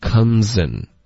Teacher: comes 的这个 Z 跟 N 要连着说